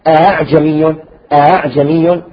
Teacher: الهمزة المسهلة أن تلفظ بين الهمزة والهاء